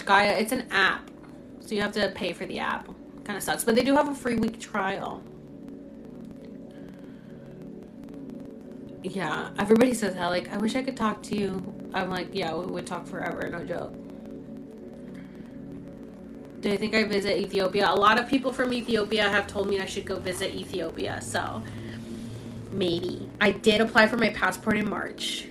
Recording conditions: background noise